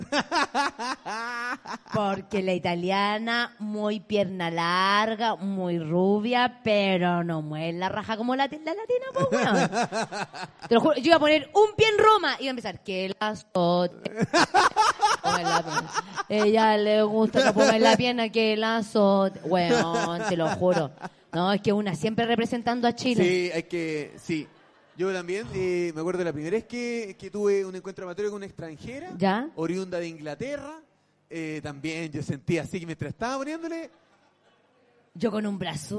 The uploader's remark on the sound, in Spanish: En Vivo en el Comedy Restobar "El Ritual del Ajo"